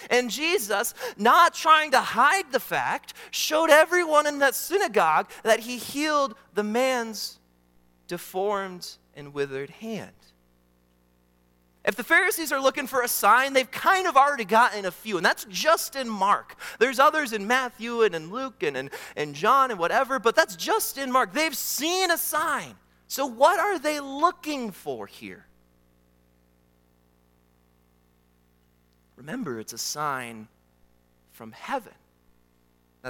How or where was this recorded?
large echoing room